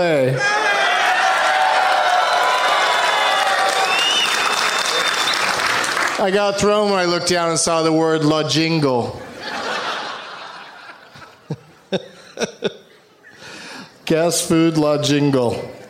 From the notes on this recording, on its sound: Live from the House of Blues in San Diego